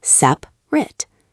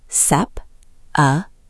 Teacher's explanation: People want to say two, because the middle one is so quiet, but there are three. · Shown in: second take · Term: Three syllables